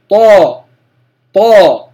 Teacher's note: طيب، لما نمثل بحرف الطاء على سبيل المثال، نجد أن الصوت ينحبس أو ينحصر بين اللسان المستعلي، ينطبق اللسان على الحنك الأعلى عند النطق بالطاء فينحصر صوت الطاء بينهما، فنقول طا طا. · Term: الإطباق